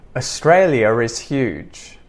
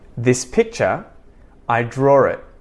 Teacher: And then the following sentence, I'm going to connect it all together using the intrusive R